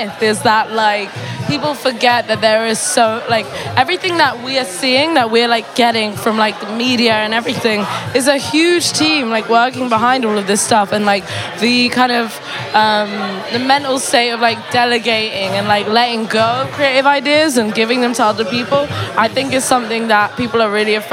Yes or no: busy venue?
yes